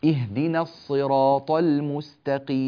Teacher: السين مرققة والتاء مرققة، لا يوجد تفخيم إلا عند القاف، الاستعداد المبكر للتفخيم من الحروف السابقة يضيع لنا الحرف.